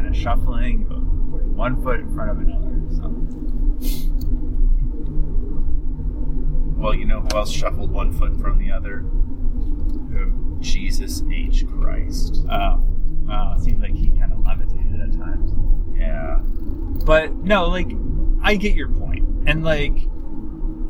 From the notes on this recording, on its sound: While driving through a bisected plateau in West Virginia.